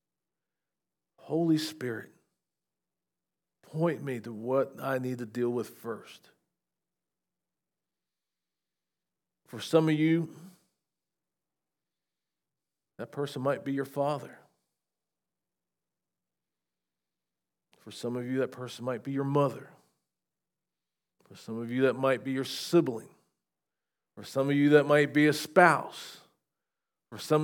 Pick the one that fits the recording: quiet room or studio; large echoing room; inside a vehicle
large echoing room